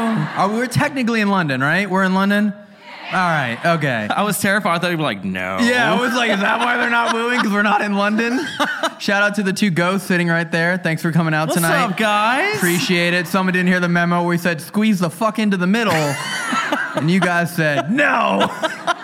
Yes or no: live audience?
yes